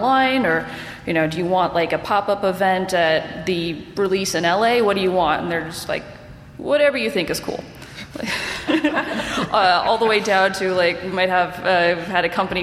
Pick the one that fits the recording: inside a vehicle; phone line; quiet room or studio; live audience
live audience